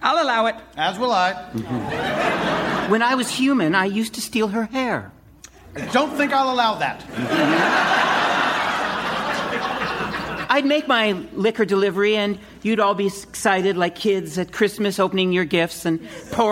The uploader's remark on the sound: Recorded Live 8/6/2011 at Largo, Los Angeles.